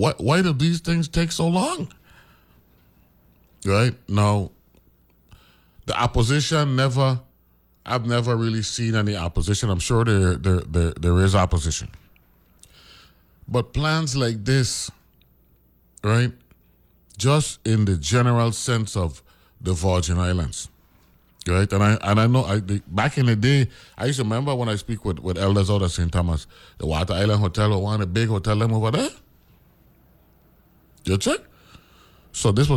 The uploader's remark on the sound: talks on the phone